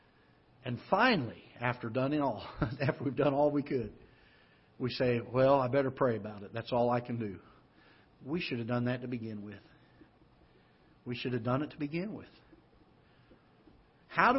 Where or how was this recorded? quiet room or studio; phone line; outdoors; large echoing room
large echoing room